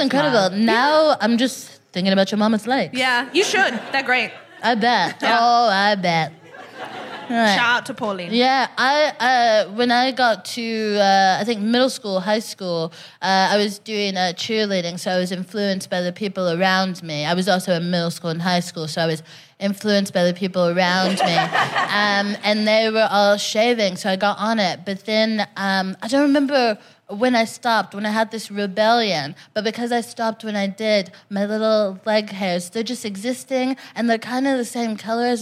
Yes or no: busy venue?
yes